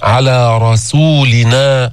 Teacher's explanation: ما تفخم السين، مش رسولنا، صو لسانك تحت يبقى منخفضا، السين مرققة مستفلة منفتحة مهموسة، صو على رسولنا، فخم الراء المفتوحة أولا ثم تنتقل للسين على رسولنا.